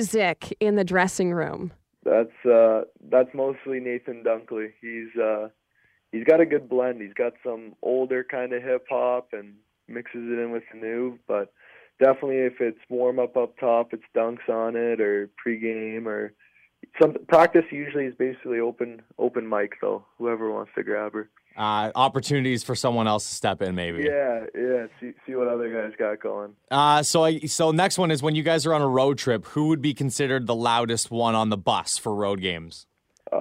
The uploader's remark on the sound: chat over the phone